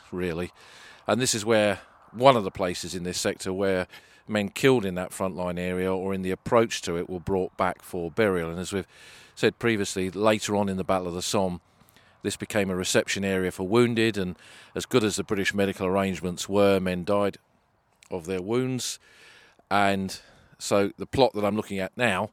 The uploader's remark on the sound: Somme Walks: Bois Français. Recorded on the battlefields.